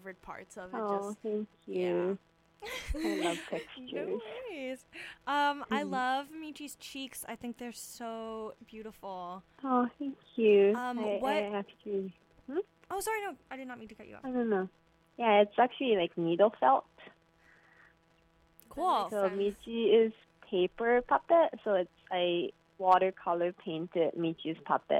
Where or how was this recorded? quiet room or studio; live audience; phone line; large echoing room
phone line